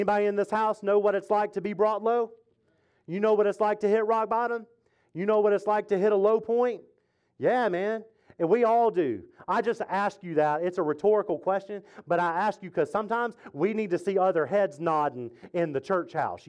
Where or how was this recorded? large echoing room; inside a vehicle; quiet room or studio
large echoing room